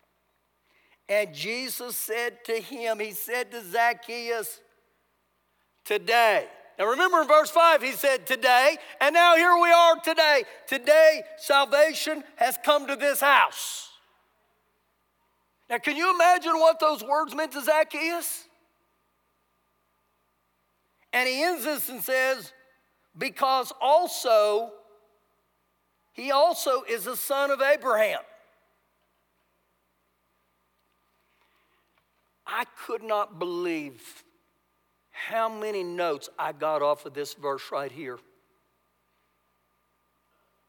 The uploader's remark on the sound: Recorded live during our Sunday service